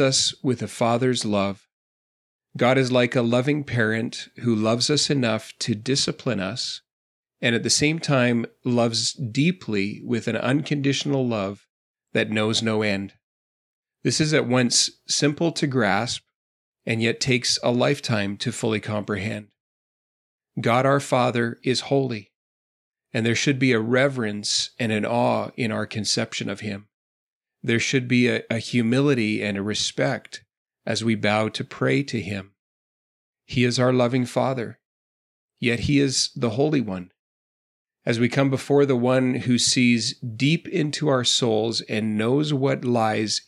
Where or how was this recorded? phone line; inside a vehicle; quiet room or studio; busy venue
quiet room or studio